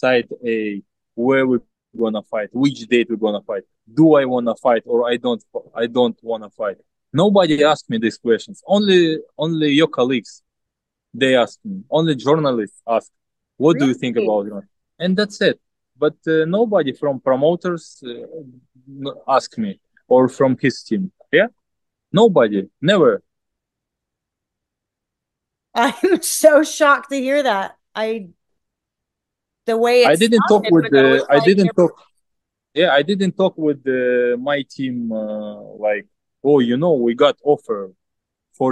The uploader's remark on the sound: via Zoom